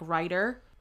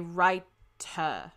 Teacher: they drop the R's but then they like really punch, they really hit the T's · Shown in: second take · Term: transatlantic accent